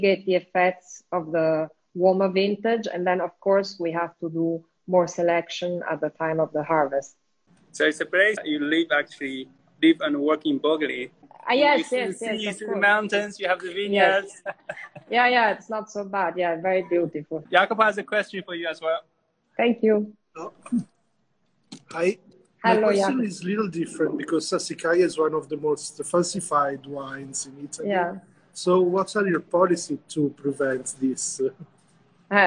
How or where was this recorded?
video call